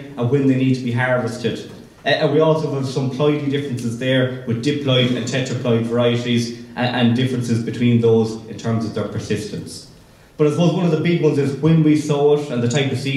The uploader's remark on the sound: the four presentations that were given at the Teagasc National Beef Conference panel discussion in December 2022